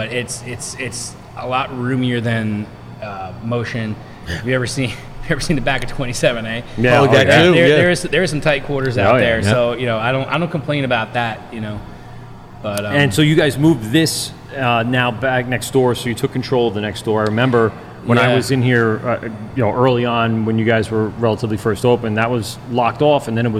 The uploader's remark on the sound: LIVE at Dubco. Head to Destination Unknown Beer Co for a LIVE brew day!